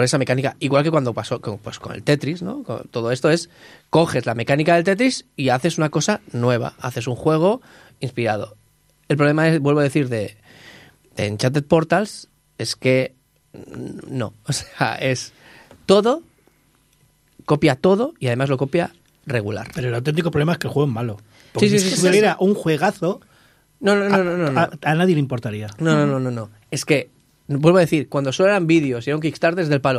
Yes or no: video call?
no